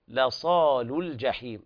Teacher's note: لصال لام مرققة والأولى أيضا مرققة، بل لامين مرققات في هذه الكلمة